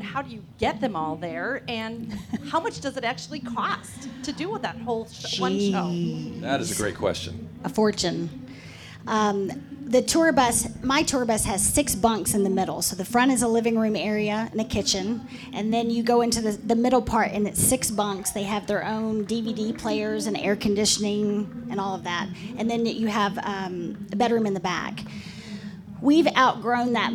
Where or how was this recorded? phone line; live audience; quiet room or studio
live audience